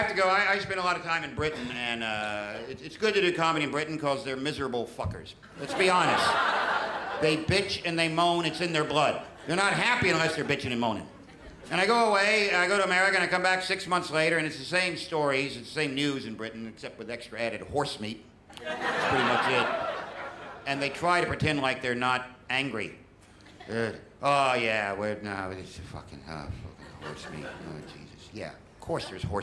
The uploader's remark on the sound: Direct from the 2013 Melbourne International Comedy Festival, ABC2 brings the best and biggest performances from The Festival Club.